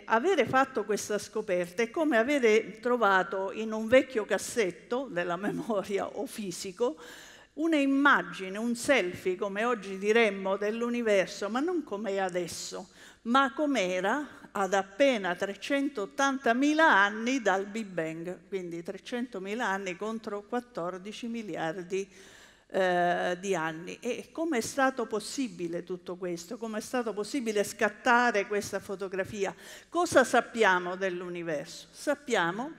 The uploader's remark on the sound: TEDxLecce. This talk was given at a TEDx event using the TED conference format but independently organized by a local community.